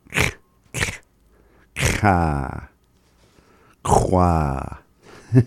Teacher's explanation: Almost like saying the letter K, but instead you're putting a little bit more emphasis through the back of your mouth area.